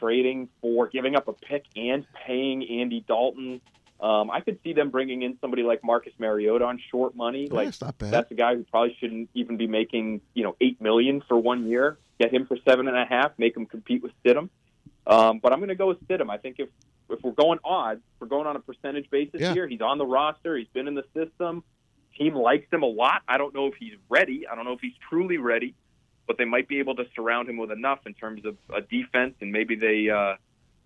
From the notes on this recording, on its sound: joined on the phone by NBC Sports Boston reporter